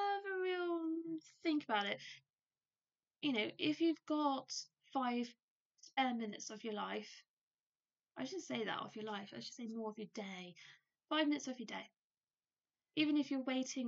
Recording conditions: poor microphone